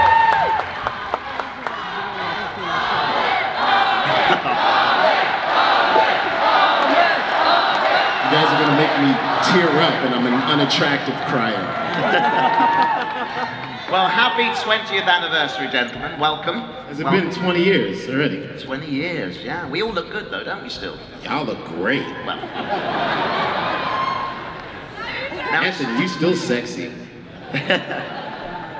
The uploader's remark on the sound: Here's content from my camera during Star Wars Celebration 2019. This was at the 20th anniversary The Phantom Menace Panel.